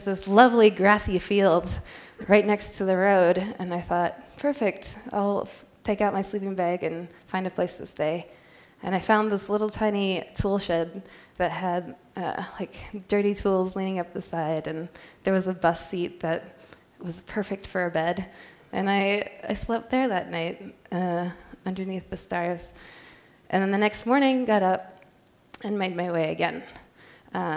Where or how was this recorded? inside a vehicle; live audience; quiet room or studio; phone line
live audience